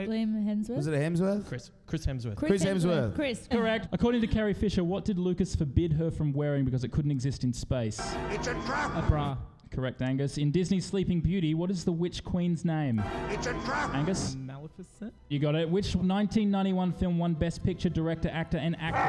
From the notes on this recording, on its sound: LIVE at Giant Dwarf. All recorded live in front a live audience live.